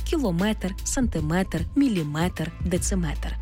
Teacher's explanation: В іншомовних словах, які позначають міри довжин, наголос падає на метр, тобто кілометр, сантиметр, міліметр, дециметр.